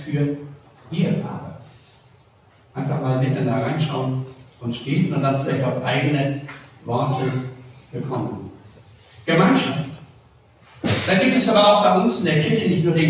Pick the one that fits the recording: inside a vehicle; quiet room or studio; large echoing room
large echoing room